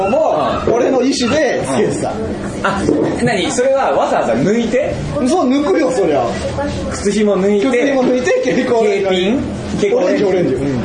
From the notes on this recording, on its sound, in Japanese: ポッドキャスト1周年を記念して開催された公開録音第1部。おなじみのゲストがカラオケ大熱唱！